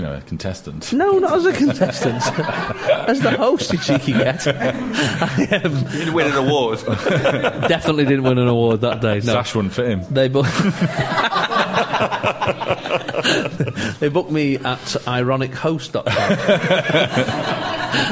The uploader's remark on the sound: Live in the staff canteen. Move the show out of the studio and into our staff canteen with a live audience.